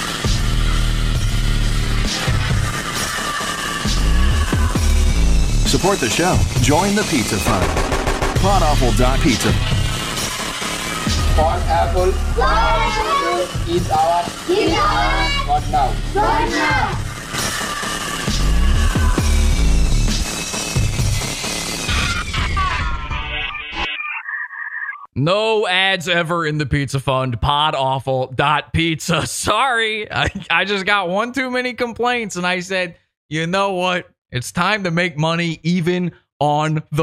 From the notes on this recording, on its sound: my phone call with the CEO of CBDX